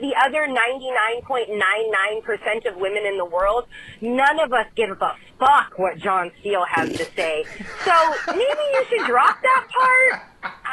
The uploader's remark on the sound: Phone calls.